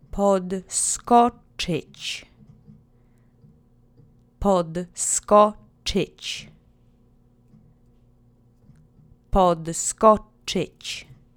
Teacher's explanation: The accent is on the middle syllable.